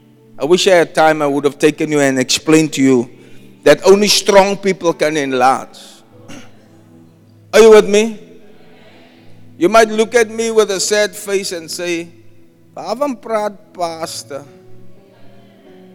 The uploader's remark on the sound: Preached at Zion Sanctuary, Cape Town on the 7th January 2024